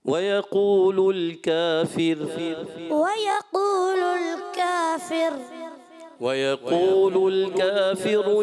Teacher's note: یہاں پر جو ہے کافر میں را کو باریک رکھے